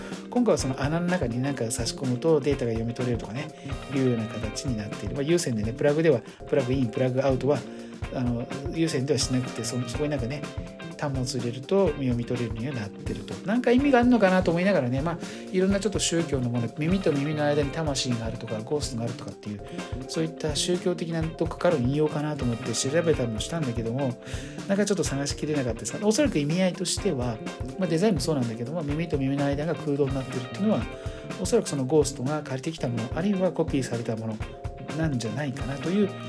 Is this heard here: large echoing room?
no